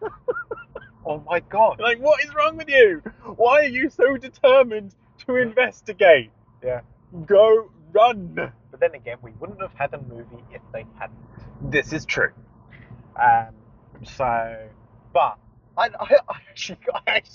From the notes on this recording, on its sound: random conversations while driving